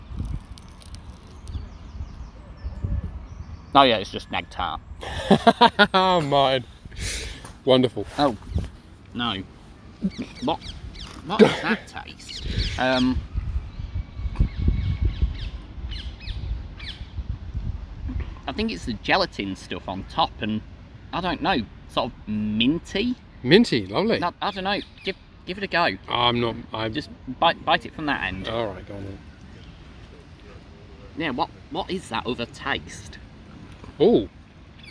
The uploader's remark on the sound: Takes me out in London. Which we then eat in a park, with the expected impact on sound quality.